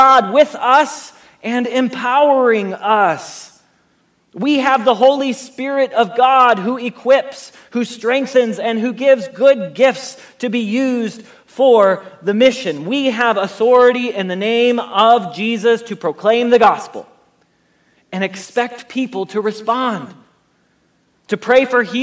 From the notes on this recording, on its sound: Message Preached at Valley Creek Church